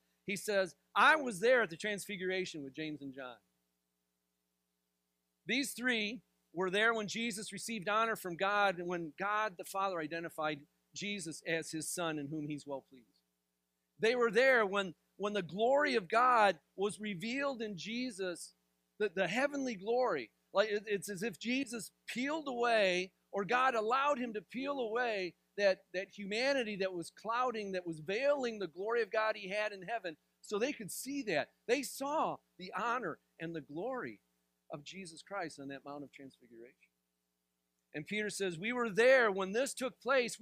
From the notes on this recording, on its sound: This sermon was delivered on January 7th, 2024 at Grace Church in Granger, Indiana.